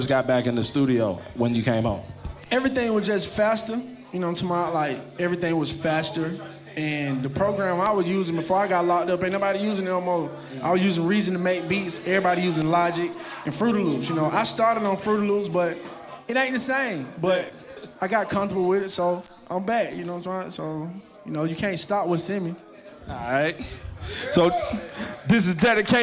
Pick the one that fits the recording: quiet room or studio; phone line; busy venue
busy venue